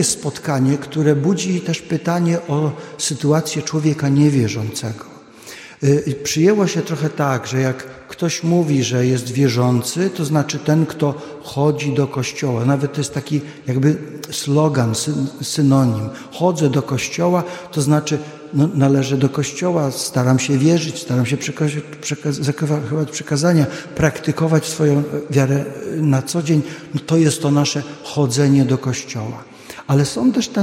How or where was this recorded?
large echoing room